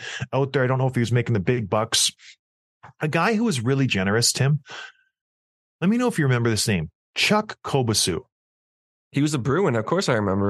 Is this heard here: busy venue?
no